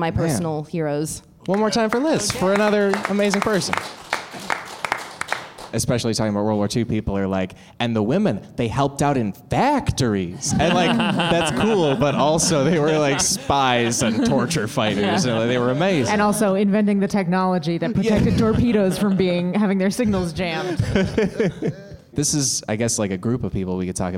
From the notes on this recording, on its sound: LIVE episode of The Cracked Podcast